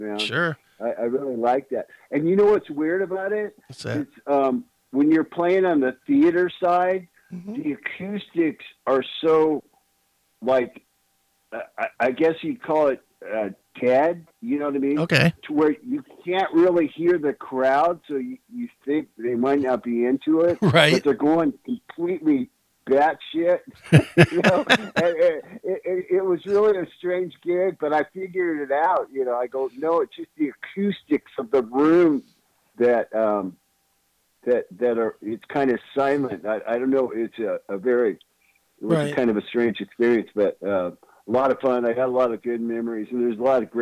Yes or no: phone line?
yes